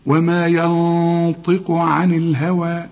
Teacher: وما ينطق، طبعا احنا خدنا وما هنا في نون بدون تشكيل بعدها الطاء، الطاء من حروف الإخفاء، حنغن هنا ونفخم الغنة